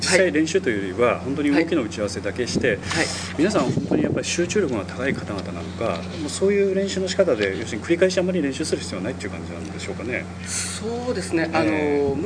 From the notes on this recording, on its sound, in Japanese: 録音場所は秋晴れの青空のもとです